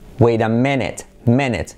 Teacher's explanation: Hay que reforzar esa I como una E